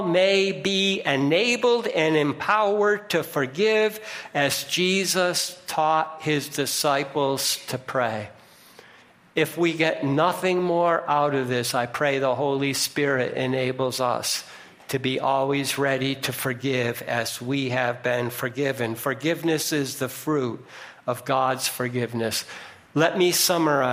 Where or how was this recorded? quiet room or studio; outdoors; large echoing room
large echoing room